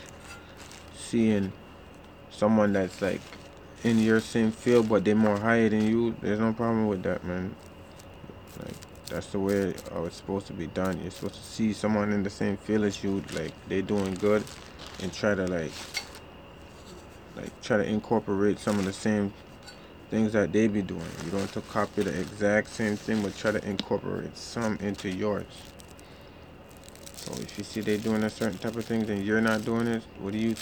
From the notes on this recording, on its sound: Sorry for background noise I was in my backyard chilling